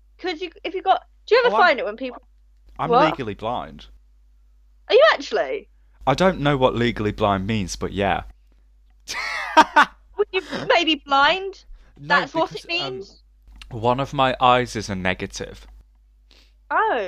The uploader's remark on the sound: Enjoy this random episode we recorded whilst drunk and amidst the audio problems.